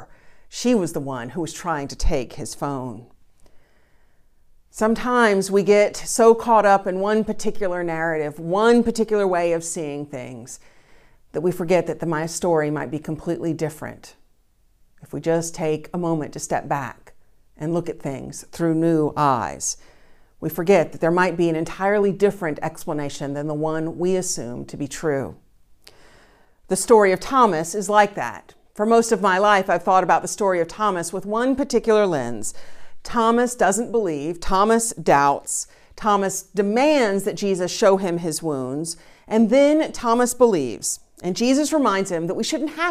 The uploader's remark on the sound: Recorded live each week at First Pres in beautiful historic downtown New Bern, North Carolina. First Presbyterian Church, New Bern, North Carolina, established in 1817.